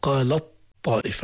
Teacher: التاء مكتوبة لكن لا تنطق لأننا غيرنا التاء أبدلناها إلى طاء وأدغمناها في الطاء · Term: الإدغام